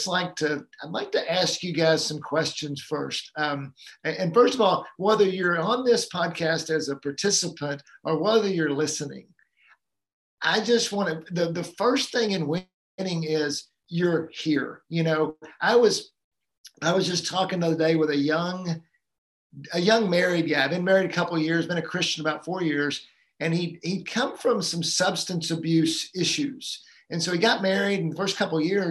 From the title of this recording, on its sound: Live Community Call Q&A